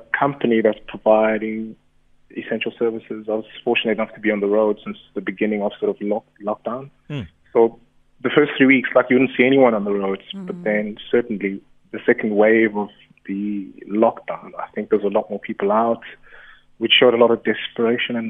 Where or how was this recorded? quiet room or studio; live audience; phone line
phone line